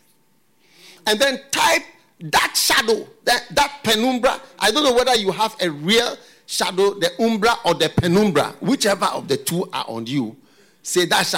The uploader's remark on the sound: Preached at FLOW Church Service.